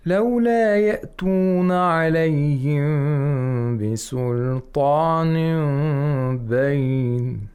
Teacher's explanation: The low, he applied it on the word bisultanim bayin. He went to the lowest register of his voice. · See, he starts with a high register. · Term: the low register